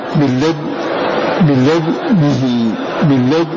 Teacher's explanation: والمراد بالإشمام هنا ضم الشفتين عقب النطق بالدال الساكنة